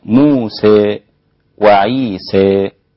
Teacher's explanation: حمزة والكسائي وخلف أمال أو أمالوا موسى وعيسى، فيصير النطق بها هكذا موسى وعيسى، تمام.